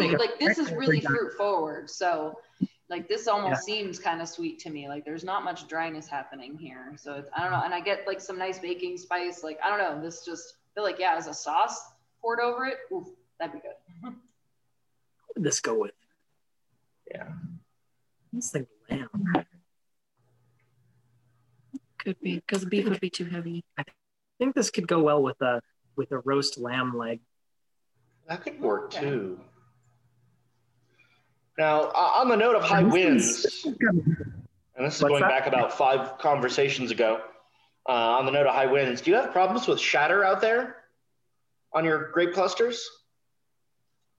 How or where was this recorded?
video call